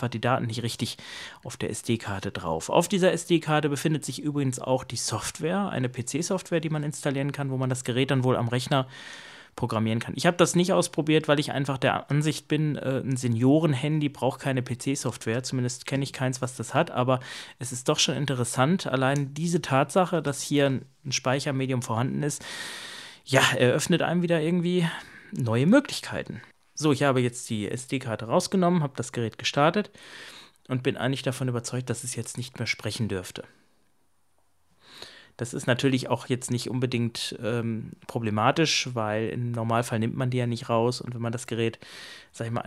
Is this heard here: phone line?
no